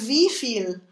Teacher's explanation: we've actually stressed this on the first syllable